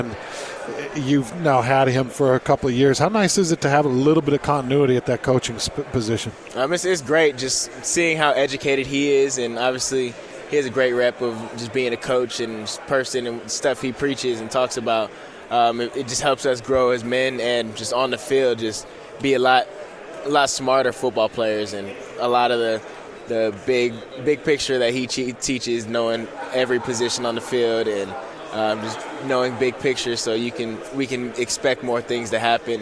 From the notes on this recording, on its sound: live from Pac-12 Media Day